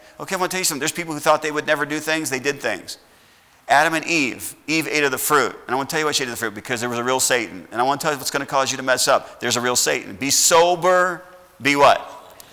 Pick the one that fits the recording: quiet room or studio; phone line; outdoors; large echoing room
large echoing room